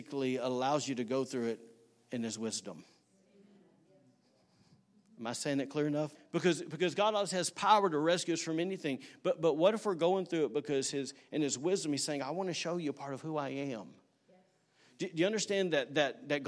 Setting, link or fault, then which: setting, large echoing room